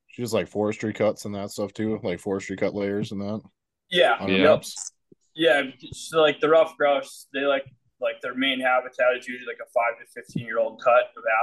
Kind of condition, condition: link, video call